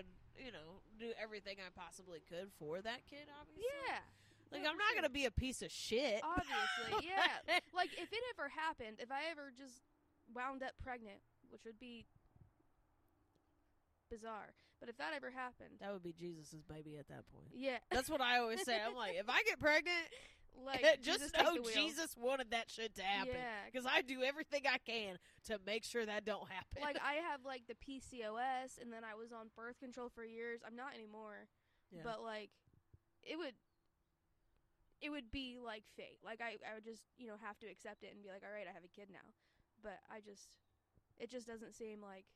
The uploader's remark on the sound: 60 degrees in February? We had to record outside.